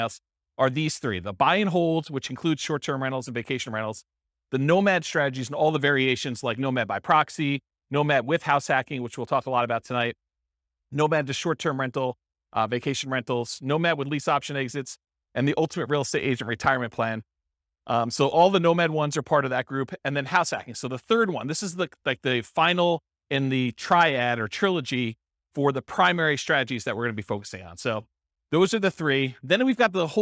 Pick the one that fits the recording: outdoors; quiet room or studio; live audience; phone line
live audience